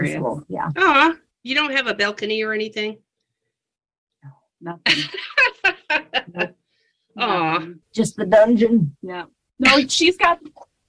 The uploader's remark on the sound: We apologize the audio is a bit wacky - we are all recording remotely.